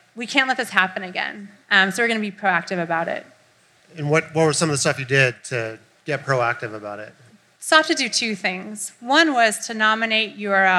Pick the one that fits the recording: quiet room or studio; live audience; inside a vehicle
live audience